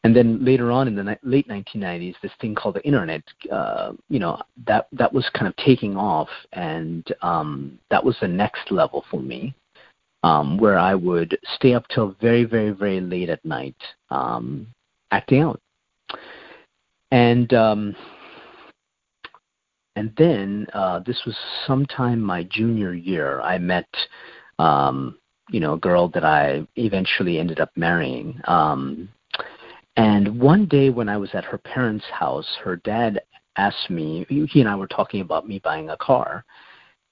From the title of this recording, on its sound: Monday Noon Phone Speaker Series